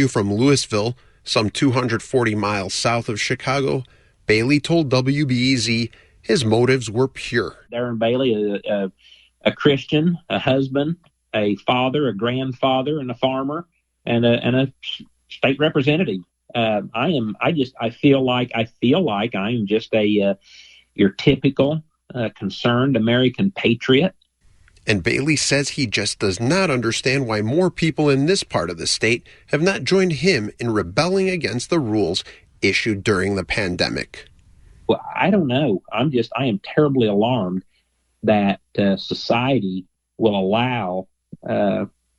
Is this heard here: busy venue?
no